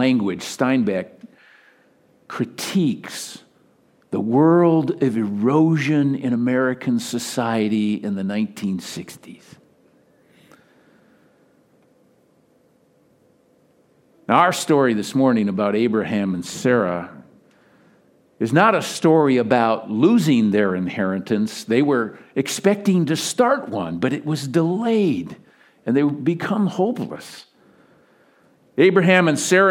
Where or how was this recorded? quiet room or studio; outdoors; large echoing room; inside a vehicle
large echoing room